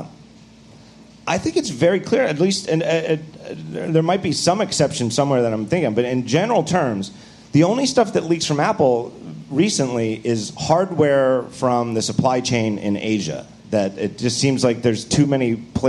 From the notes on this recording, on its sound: Live From WWDC 2014